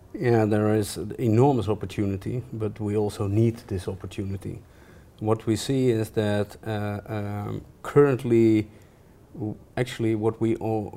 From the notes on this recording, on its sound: This episode was recorded live at the Global Smart Energy Summit 2018.